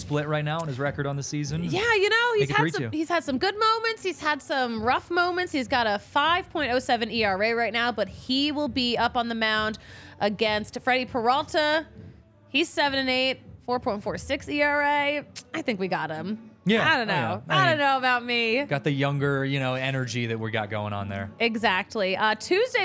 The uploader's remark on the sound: recorded LIVE from the DNVR studios and Colfax & York!